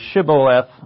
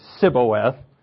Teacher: They say, instead of Shiboleth, they say Siboeth. They can't say the SH anymore. · Shown in: second take